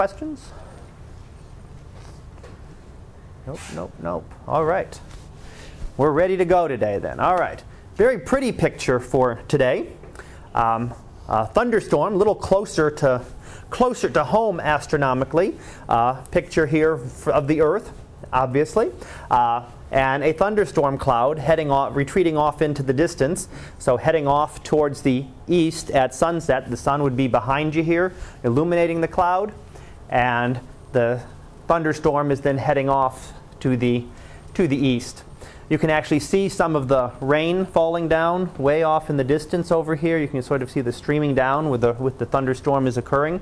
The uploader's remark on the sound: Live Class Lecture